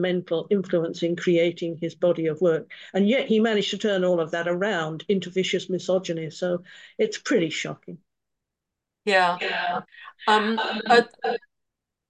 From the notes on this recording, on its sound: A live webinar on Sunday 14th Jan at 10am UK time.